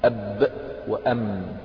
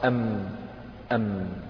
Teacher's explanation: فالباء من الشفتين حال انطباقهما، والميم أيضا من الشفتين حال انطباقهما